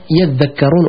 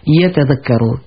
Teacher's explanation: Sauf que les Arabes, parfois, pour abréger, ils enlèvent le ta et ils mettent shedda. · Shown in: first take · Ils enlèvent le ta et ils mettent shedda à la place de ta.